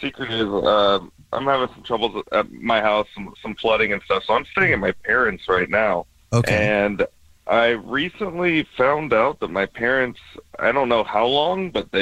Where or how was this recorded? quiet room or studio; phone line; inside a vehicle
phone line